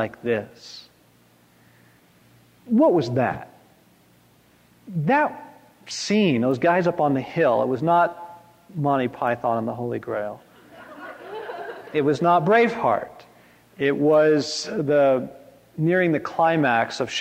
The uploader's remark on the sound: from this 1997 conference